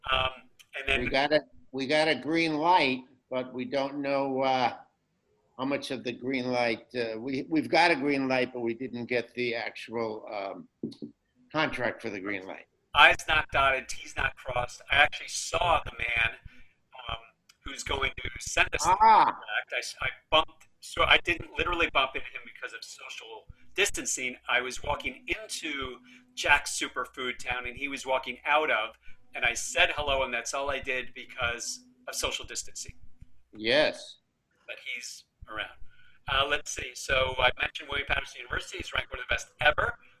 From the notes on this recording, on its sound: The sound isn't great on this, but it's good enough to hear an interesting conversation.